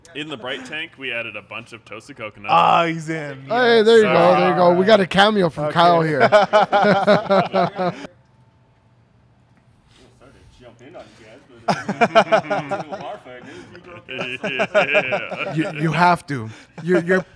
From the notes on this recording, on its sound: We are proudly recording out of Las Vegas' own Scenic Brewing Company.